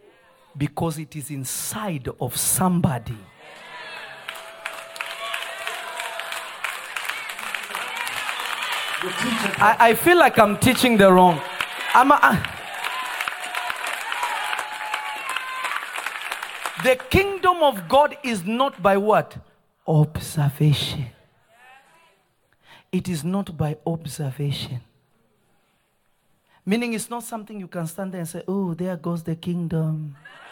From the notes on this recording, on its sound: This episode was recorded on Jun 15, 2023 at Prophetic Service at Revelation Church in Simi Valley.